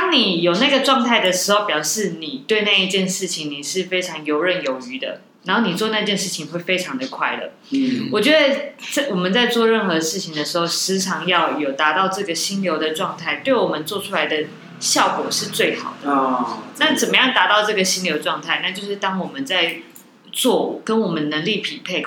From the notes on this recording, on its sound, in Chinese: 錄音前，一位阿伯走進店裡分享他的經驗故事，從風水到經營策略，他有自己的一套想法。錄音地點｜ 藍色咖啡館 108台北市萬華區大理街131號。